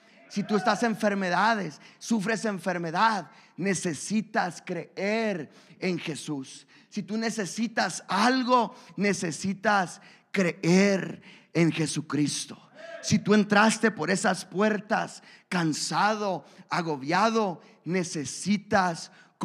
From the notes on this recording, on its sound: a service recording from Connect Point UPC